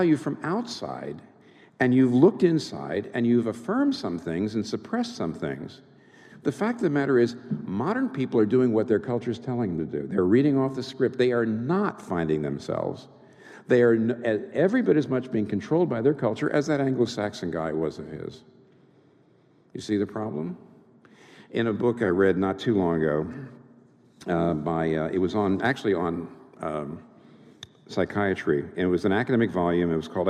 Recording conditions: live audience